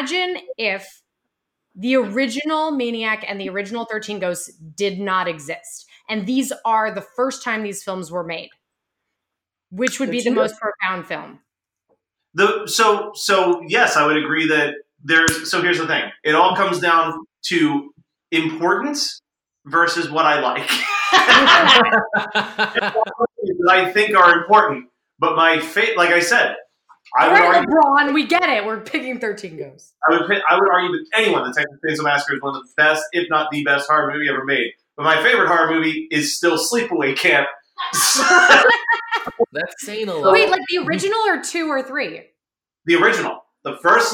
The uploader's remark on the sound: We had a lot of audio issues — we apologize in advance